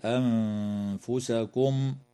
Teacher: وتخفى النون الساكنة عند الفاء مع الغنة مرققة في كلمة أنفسكم